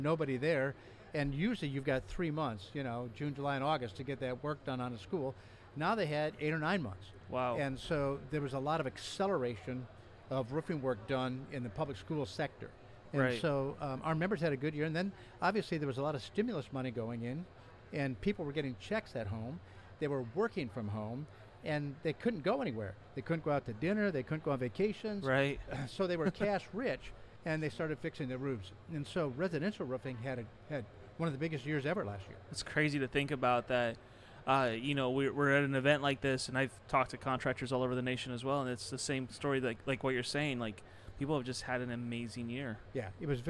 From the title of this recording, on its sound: At Win the Storm 2021